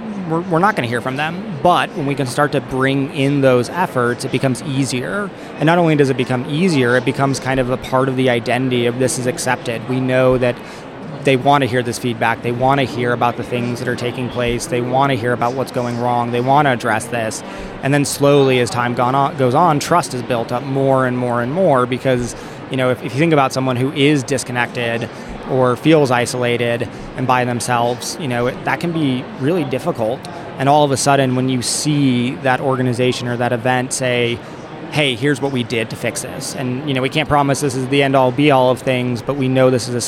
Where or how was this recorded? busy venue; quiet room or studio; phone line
busy venue